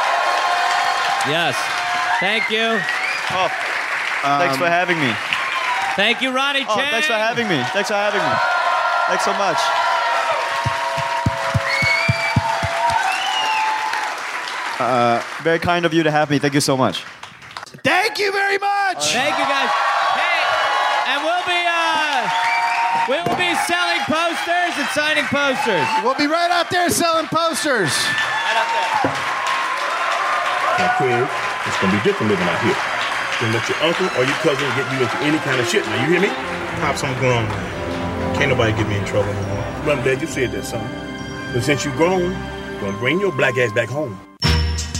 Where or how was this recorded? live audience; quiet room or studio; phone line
live audience